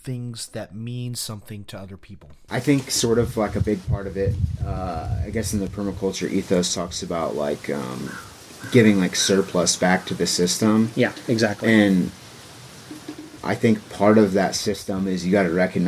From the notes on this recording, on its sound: there is some wind noise in this episode